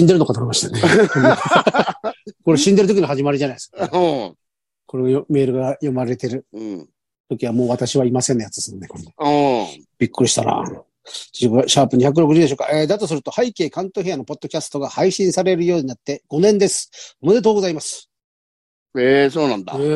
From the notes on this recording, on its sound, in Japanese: ZOOMで収録